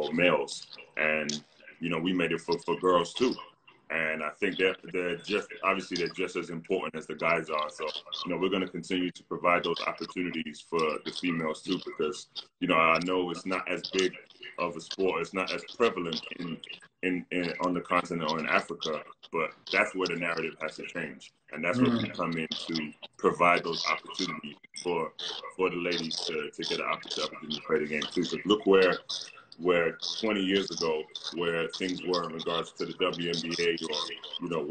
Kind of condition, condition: link, video call